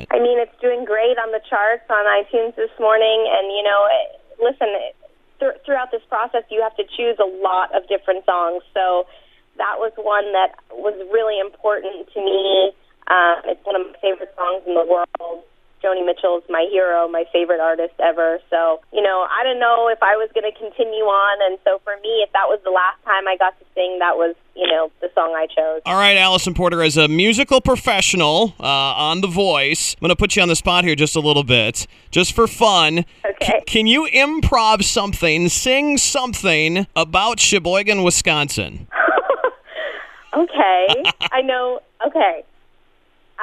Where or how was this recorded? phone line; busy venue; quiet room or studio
phone line